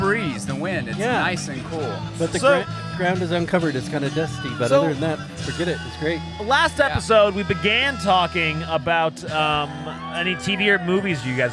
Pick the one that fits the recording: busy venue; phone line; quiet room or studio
busy venue